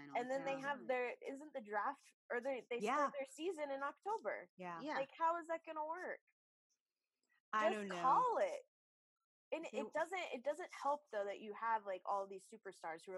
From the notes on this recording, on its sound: on this Hoops Talk Podcast Zoom’d episode